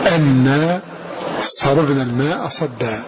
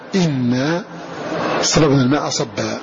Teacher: فقرأ أهل الكوفة أن بفتح هذه الهمزة أن صببنا الماء صبا، وقرأ غيرهم بكسرها إن صببنا الماء صبا